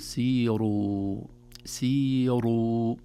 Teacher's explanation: الصحيح هو تفخيم هذه الراءات المضمومة بعد الياءات